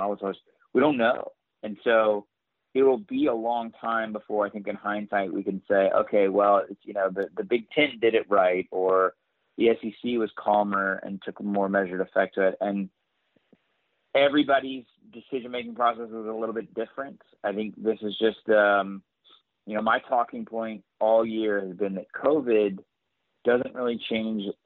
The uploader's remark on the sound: on the Modern Woodmen phone line (38:15)